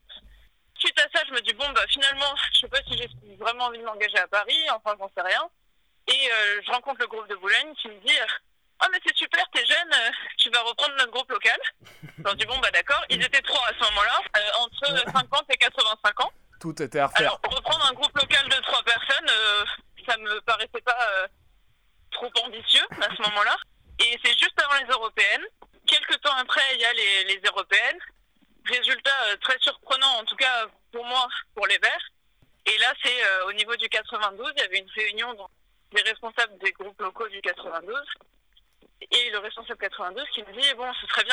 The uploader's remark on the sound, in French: entretien enregistré par téléphone